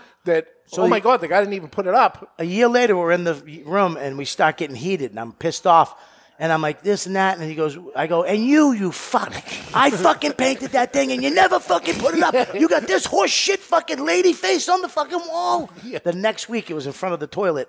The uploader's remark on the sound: Join us live in studio. Is recorded live in front of a studio audience at Studio 21 Podcast Cafe upstairs at Two Guys Smoke Shop in Salem, NH.